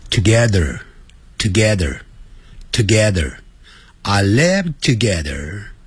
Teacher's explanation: 有个 r 结尾，所以在美式的发音呢要卷舌的